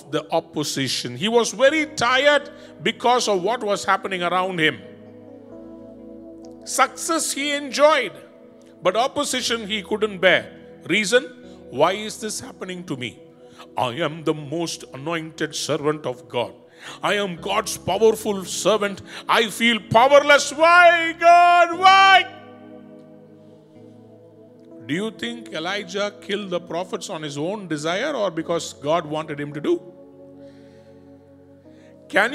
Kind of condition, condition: setting, large echoing room